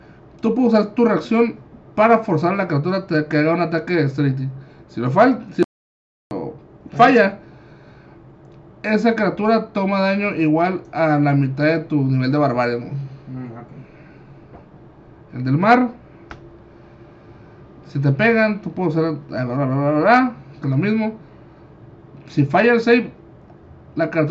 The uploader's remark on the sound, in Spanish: en este masl grabado podcast